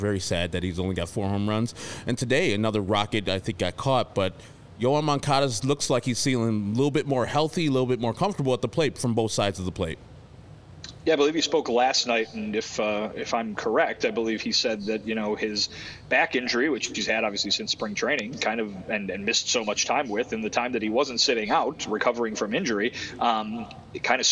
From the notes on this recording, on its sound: live from the ballpark